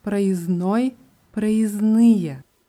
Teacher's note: Bei dem Wort проездные ist es noch wichtig zu sagen, dass da zwischen dem S und N ein D steckt, wird aber nicht ausgesprochen, also geschrieben проездной oder in der Pluralform проездные, aber ausgesprochen проездной, проездные.